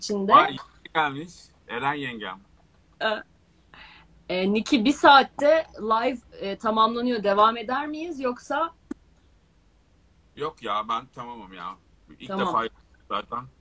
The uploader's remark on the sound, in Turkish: 3 Mayıs 2020 tarihli Instagram Live kaydı.